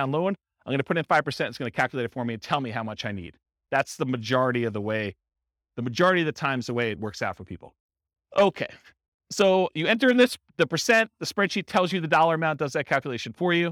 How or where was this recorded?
live audience